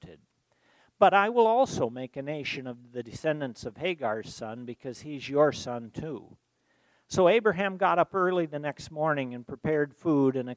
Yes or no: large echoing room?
yes